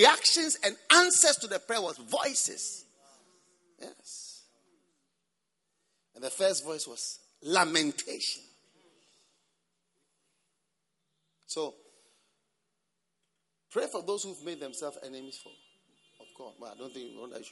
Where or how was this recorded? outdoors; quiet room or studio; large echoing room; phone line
large echoing room